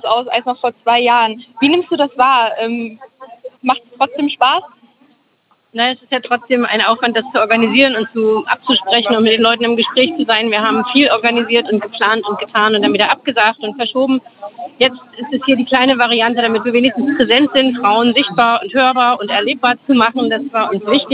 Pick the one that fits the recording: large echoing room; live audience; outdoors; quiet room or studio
outdoors